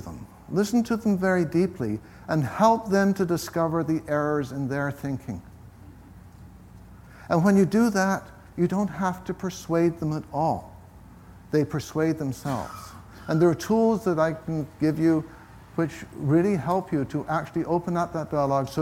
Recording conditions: live audience